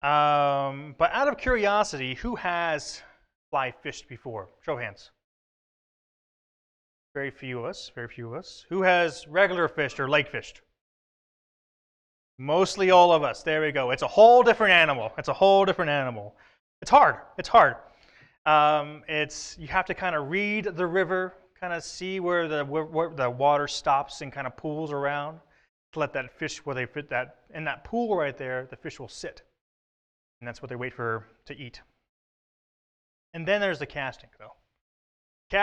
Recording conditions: large echoing room